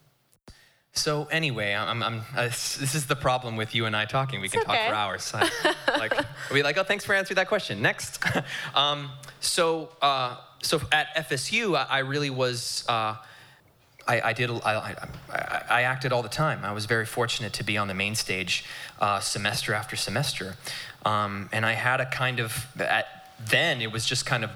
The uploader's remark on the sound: Excerpts from Live Episode 1. In NYC.